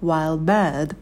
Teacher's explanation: также звук «д» выпадает, потому что на стыке много согласных